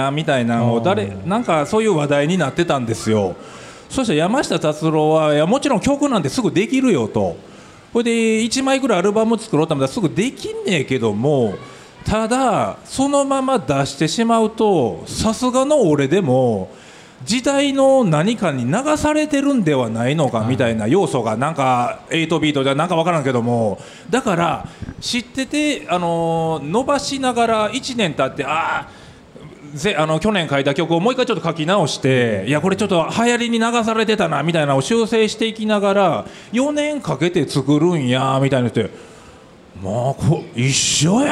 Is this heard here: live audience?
yes